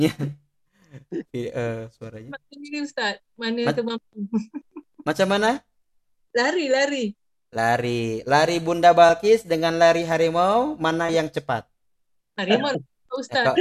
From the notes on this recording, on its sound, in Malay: Rakaman zoom